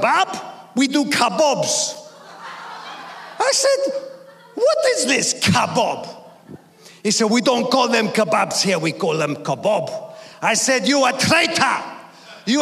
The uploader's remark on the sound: preaching at a Church in Thailand